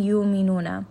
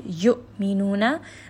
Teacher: Give it a little bit of that sharp sound of the hamza. · Shown in: second take